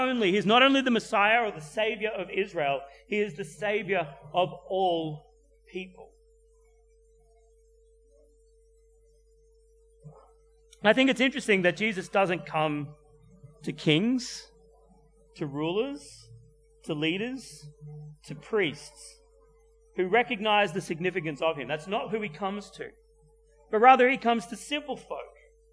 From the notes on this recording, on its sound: at Clarence Valley Community Church, South Grafton